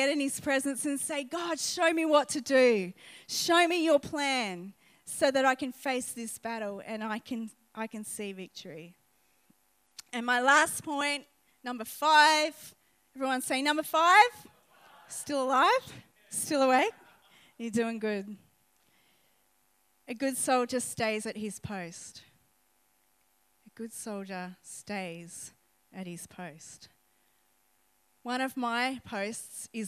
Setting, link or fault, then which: setting, large echoing room